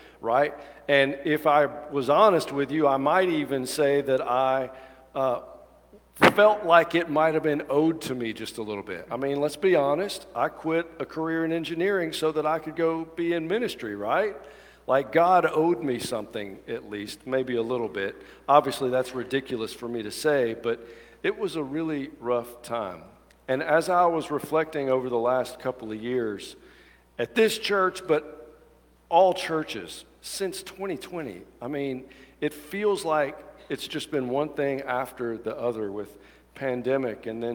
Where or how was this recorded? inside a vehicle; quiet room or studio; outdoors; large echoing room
large echoing room